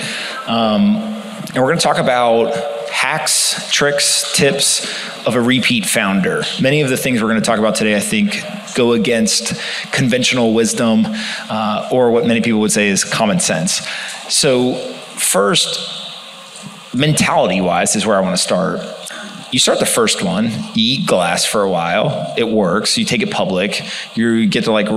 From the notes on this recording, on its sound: This conversation was recorded at the BUILD Summit in New York.